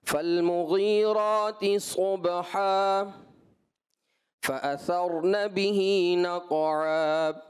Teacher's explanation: وقف کی صورت میں آپ نے آخر میں ہونٹوں کو ملا دیا. تو آخر میں ہونٹوں کو ملانا نہیں ہے، دو زبر کی تنوین کو ہم نے حرف مدہ سے بدلنا ہے، اور حرف مدہ جو ہے حرف ہوائیہ کہلاتے ہیں، جو کہ ہوا پر ختم ہوتے ہیں.